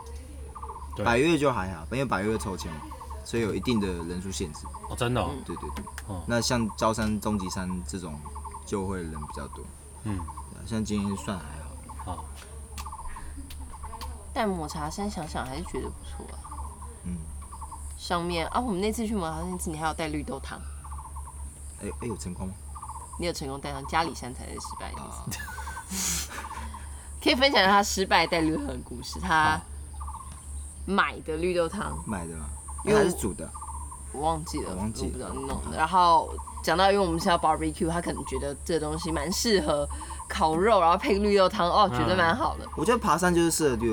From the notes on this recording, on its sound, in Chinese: 跟著我們下山邊走邊聊。錄音地點：草嶺古道。